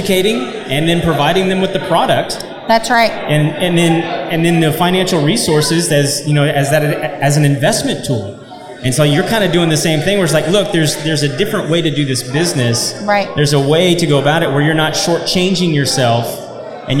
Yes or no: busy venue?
yes